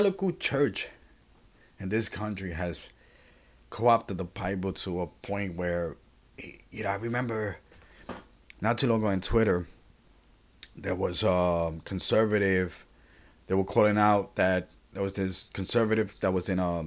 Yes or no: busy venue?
no